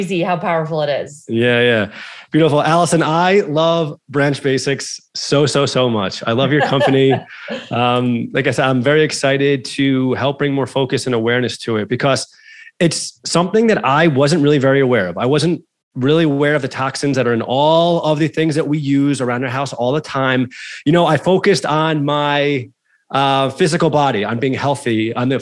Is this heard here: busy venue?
no